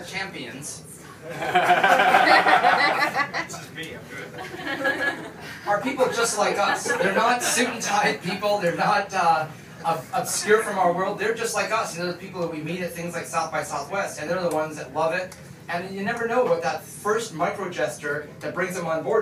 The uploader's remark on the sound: Keynote Aboard a Boat. On a private yacht with special access to the Victoria naval base. Jointly delivered a keynote speech for Experience Tectoria, an event designed to highlight Victoria’s tech sector. A lively crowd who actively participated in the stories with heckles and laughs.